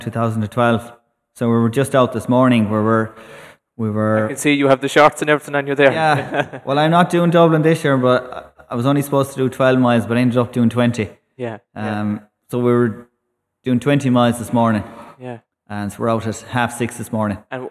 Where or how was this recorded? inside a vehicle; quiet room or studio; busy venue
busy venue